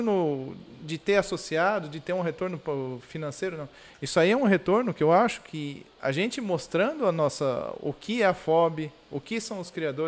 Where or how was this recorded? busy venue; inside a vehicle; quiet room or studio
busy venue